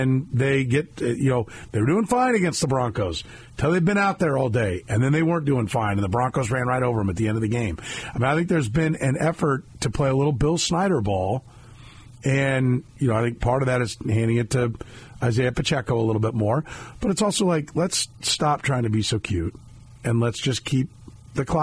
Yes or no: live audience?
no